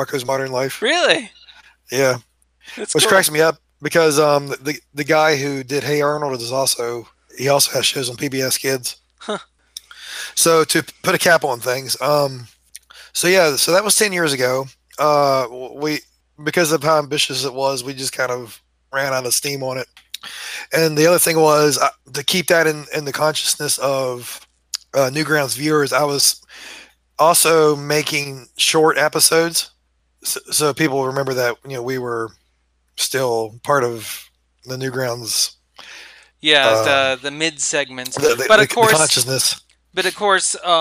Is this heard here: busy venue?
no